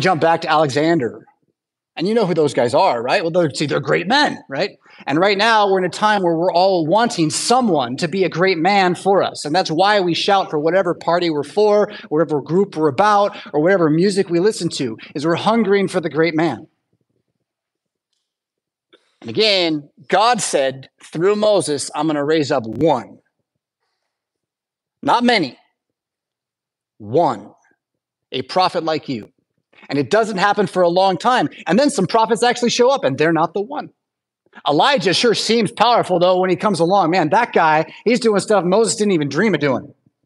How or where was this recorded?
large echoing room